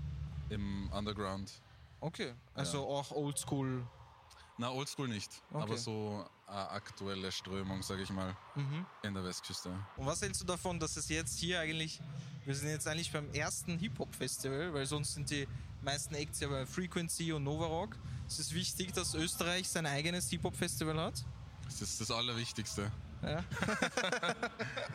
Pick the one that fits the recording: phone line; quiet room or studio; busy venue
busy venue